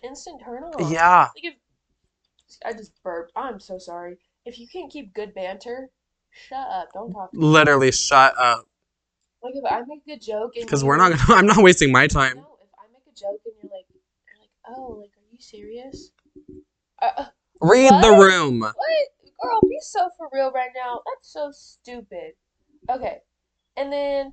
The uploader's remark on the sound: We are still having trouble with our mics but we are actively working on improving the sound for you guys.